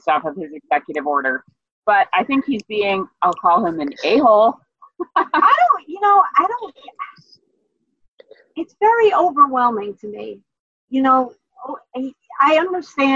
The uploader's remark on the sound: We apologize that the sound quality is a bit low. We were tring some different recording options.